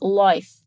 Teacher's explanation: Mas, assim como a Nicole Kidman, o I australiano é marcado. Em vez de falar life, ela fala meio que life, com esse I bem fechado